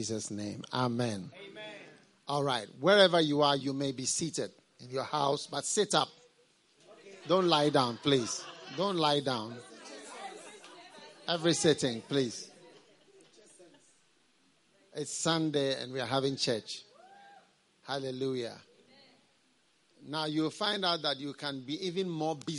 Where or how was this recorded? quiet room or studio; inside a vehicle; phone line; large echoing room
large echoing room